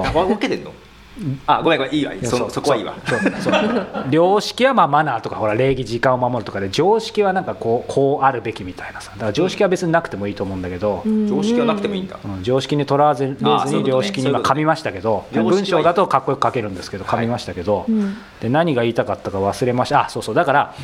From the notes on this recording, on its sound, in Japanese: 初の公開収録